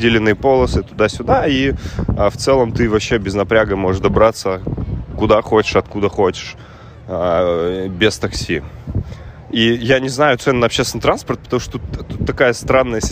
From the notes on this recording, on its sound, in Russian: с шумом ветра на заднем плане, так как подкаст я записывал ходя вдоль набережной у Сентозы